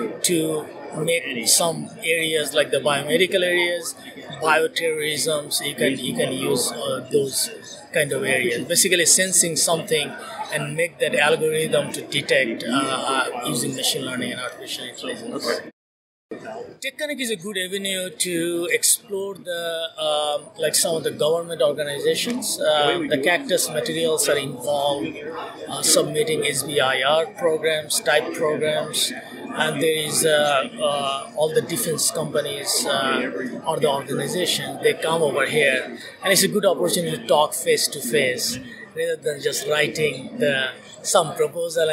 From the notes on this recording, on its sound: In this special FAST CAST from TechConnect World 2018.